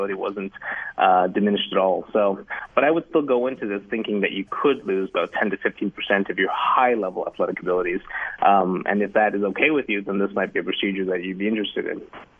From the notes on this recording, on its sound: our listeners called